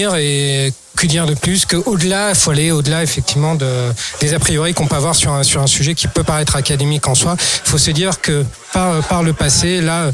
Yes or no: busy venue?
yes